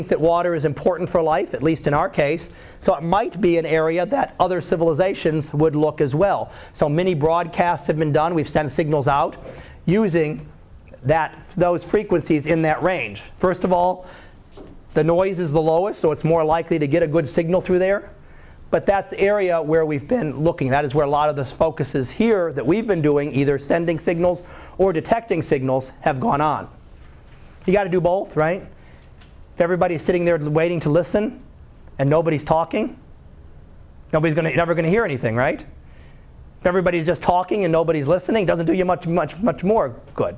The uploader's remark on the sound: Live Class Lecture